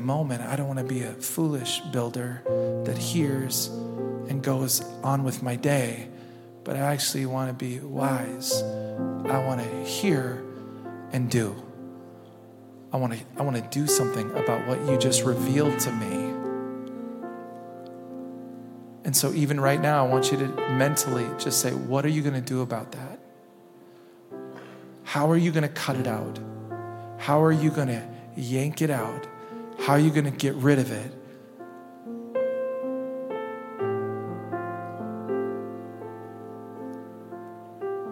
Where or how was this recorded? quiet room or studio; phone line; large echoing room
large echoing room